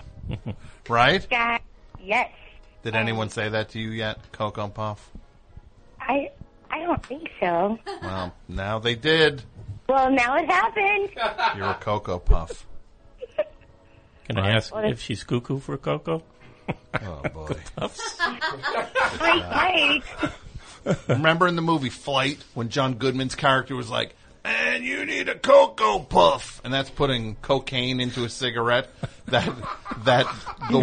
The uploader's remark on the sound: Recorded immediately after the November 3rd, 2015 program. Completely unscreened phone calls moving at a rapid fire pace!